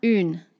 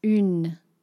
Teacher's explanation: It's got sort of a second little what I call a mini syllable after it. · Shown in: second take